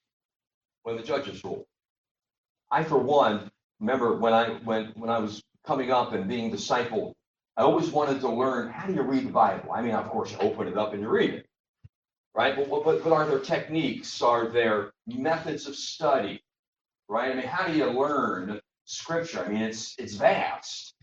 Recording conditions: poor sound quality